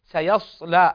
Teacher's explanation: حرف الصاد هنا مفخمة، فنراعي فيه ارتفاع أقصى اللسان